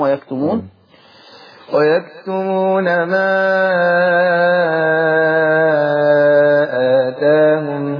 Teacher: وبعد كده هوسط البدل وعليه التقليل، ثم الاشباع البدل وعليه الفتح والتقليل · Term: مد بدل